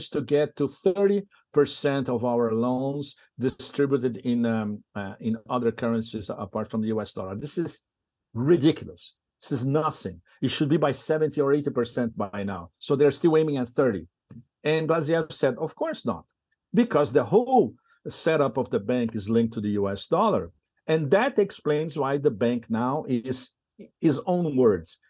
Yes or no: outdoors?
no